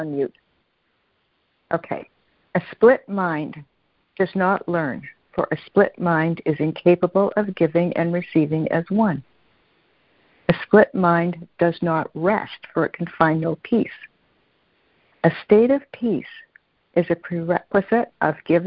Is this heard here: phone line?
yes